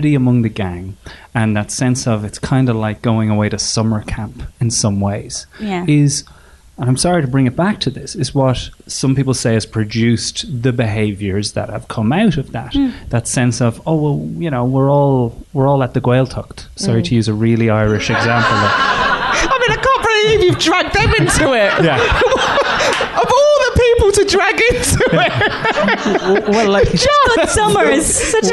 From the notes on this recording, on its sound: Live at Soho Theatre. Live in front of a sold out Soho Theatre.